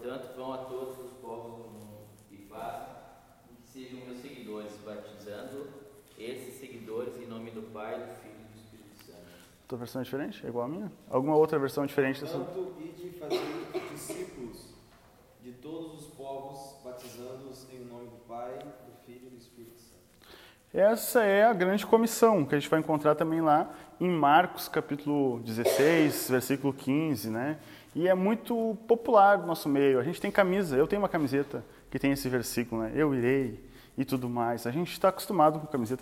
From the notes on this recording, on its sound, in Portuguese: Áudio não editado extraído do Imersão presencial.